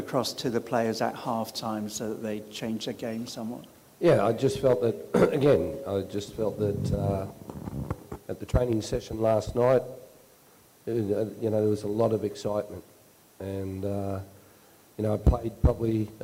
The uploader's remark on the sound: Post Match Press Conference. Spoke to media following the Subway Socceroos 2-0 opening Asian Cup win over India.